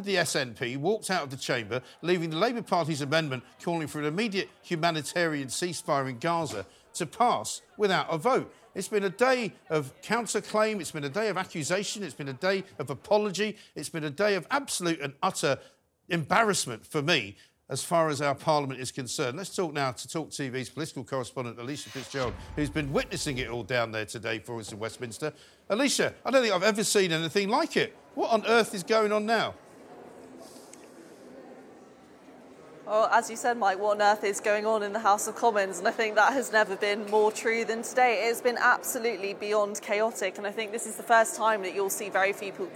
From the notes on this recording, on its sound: live from the Central Lobby